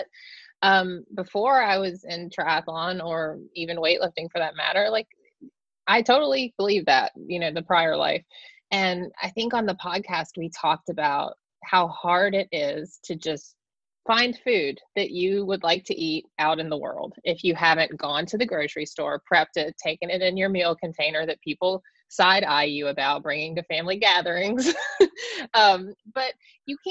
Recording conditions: video call